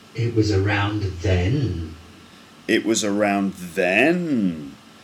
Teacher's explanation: it goes straight, and then it goes down a little bit, and then up, and then down · Term: rise, fall